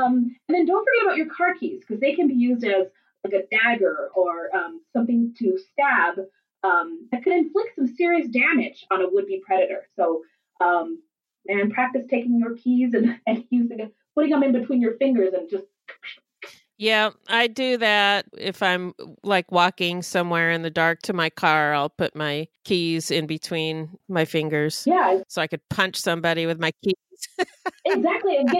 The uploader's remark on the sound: Please forgive us on the sound this week. We are almost done working out the kinks but not completely out of the woods at the time of this recording. Got a new mic.